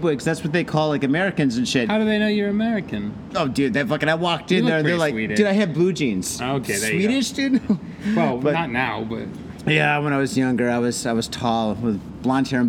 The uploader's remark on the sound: hang out in the mean streets of Shibuya and hit up Beer Bar Hironoya where audio hijinks pursue!